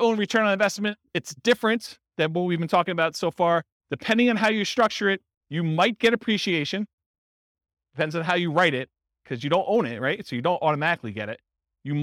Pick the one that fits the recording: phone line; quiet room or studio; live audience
live audience